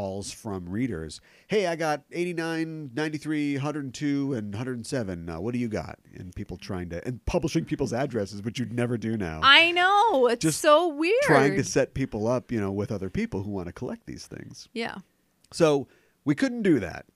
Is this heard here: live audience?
no